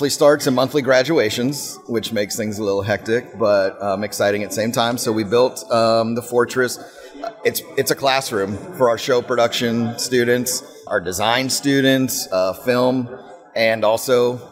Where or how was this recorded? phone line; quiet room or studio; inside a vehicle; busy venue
busy venue